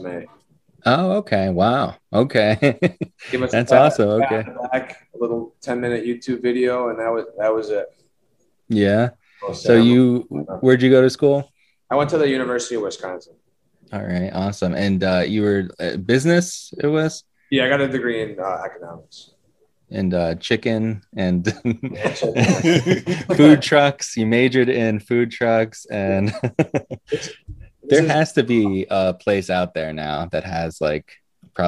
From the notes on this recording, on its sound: Recorded Live on Zoom on 4/5/2021